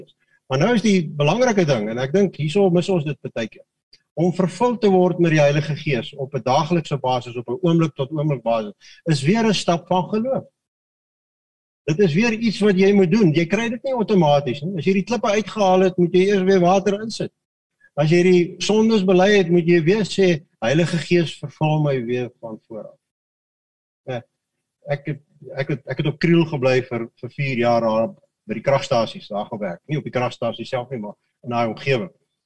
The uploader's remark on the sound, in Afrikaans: Manne van die Woord Zoom Byeenkoms.